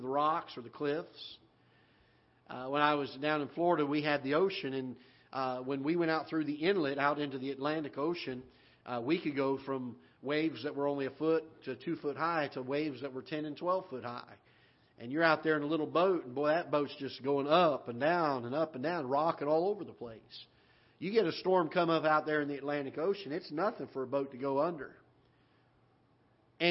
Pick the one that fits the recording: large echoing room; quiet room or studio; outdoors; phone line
large echoing room